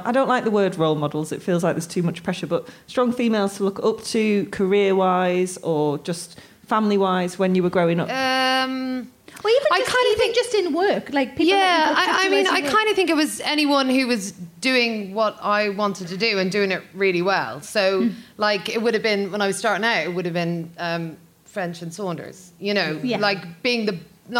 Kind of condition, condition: setting, busy venue